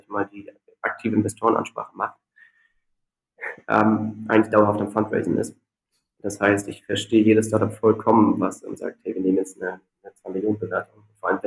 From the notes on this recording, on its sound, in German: daher ist die Aufnahme leider nicht von der besten Qualität